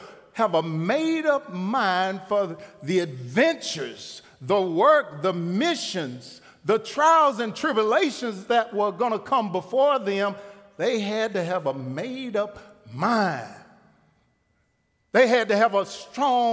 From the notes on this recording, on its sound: Recorded live at The Fellowship at Two Rivers on July 28, 2019. TR campus.